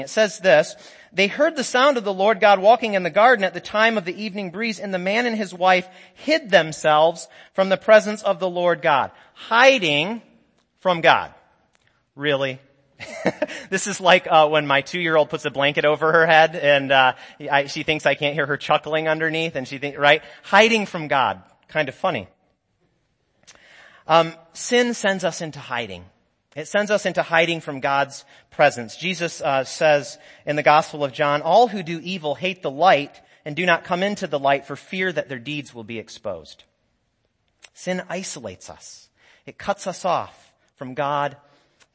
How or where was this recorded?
large echoing room